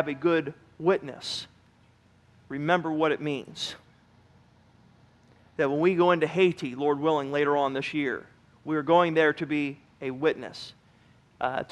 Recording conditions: large echoing room